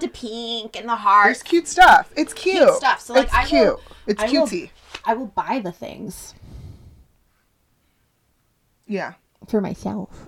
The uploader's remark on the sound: Now we need to figure out how to equalize our sound and not scream so loud directly by the microphones!